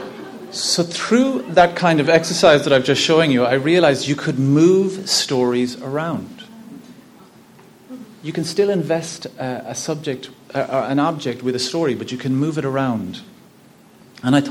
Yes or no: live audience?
yes